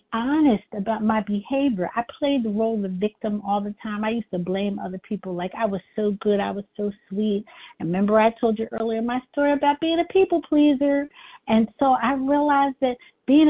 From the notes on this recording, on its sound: 100 Pounders Phone Meeting